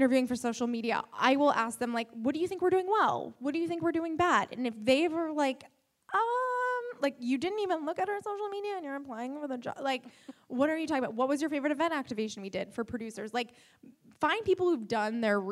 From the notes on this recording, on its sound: Live from the The Fearless Conference. Live from the The Fearless Conference.